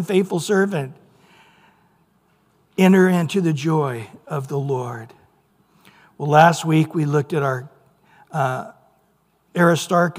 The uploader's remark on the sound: Recorded at Calvary Chapel of Los Alamitos